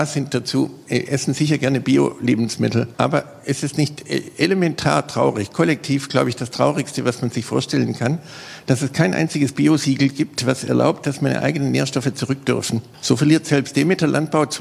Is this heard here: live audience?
yes